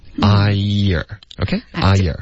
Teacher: 如果你有一个 R 的音在一个音节的结尾呢，这个 R 的音只是舌头往后卷，你的嘴唇不用动